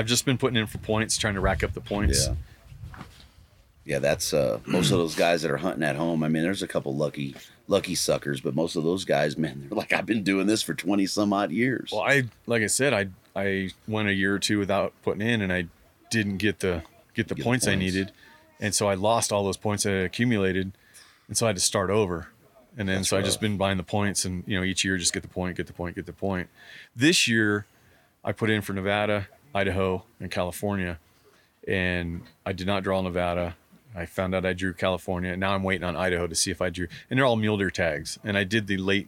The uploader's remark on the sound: Live from Mountain Archery Fest at the Purgatory resort in Durango, Colorado. We sit down in the Western Contours booth.